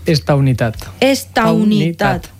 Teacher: Es crea un diftong, au.